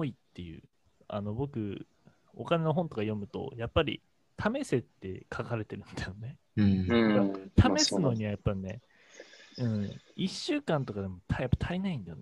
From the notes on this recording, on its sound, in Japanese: 音声が聞き取りづらい等々、気になるところはありますが、徐々に改善していこうと思います。